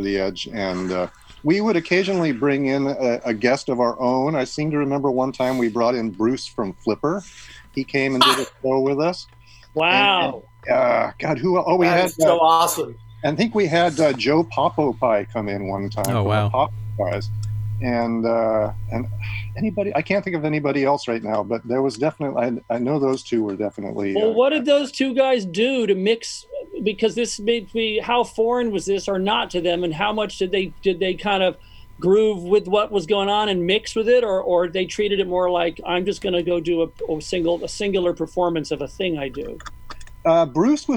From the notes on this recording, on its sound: Had a lively chat. The entire interview had to be truncated somewhat to fit the two hour live format.